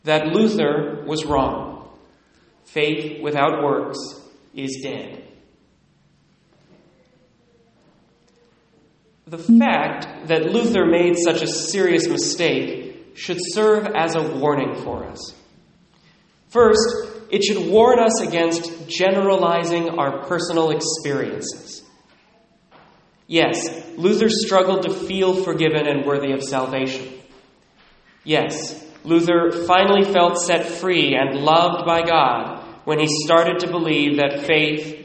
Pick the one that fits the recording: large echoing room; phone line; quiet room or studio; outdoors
large echoing room